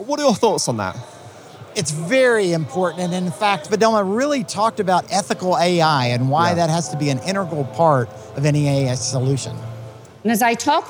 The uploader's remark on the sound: heading back to the floor of HPE Discover event in Barcelona